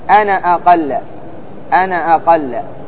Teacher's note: أنا أقل بنون مفتوحة بدون ألف، لكن لما تقف تقول أنا، واضح بالألف.